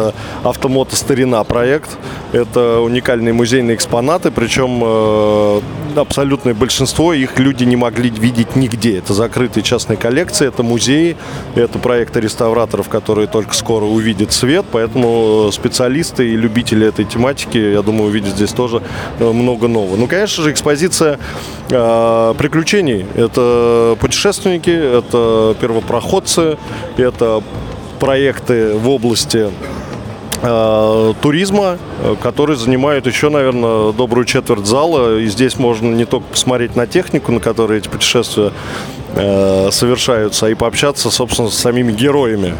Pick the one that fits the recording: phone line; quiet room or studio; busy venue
busy venue